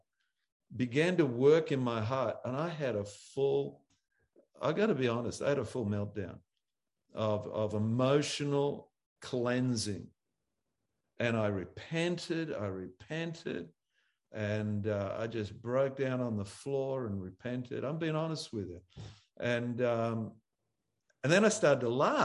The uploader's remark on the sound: ZOOM Church sessions.